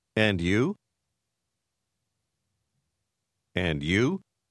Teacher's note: Entendez-vous la manière dont le « de » et le « y » s'assemblent?